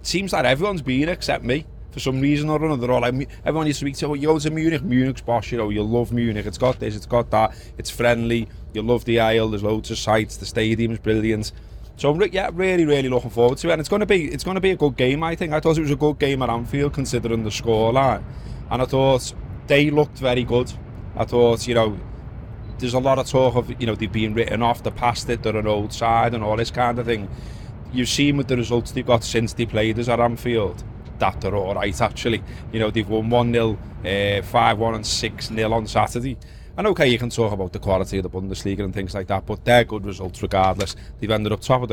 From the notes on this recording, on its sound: This is a short preview for Under The Lights, recorded from a train to Munich.